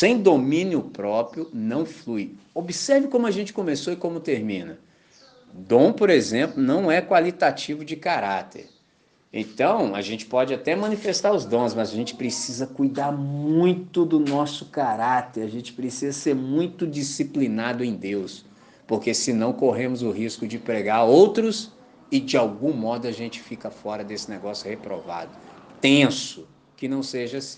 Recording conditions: large echoing room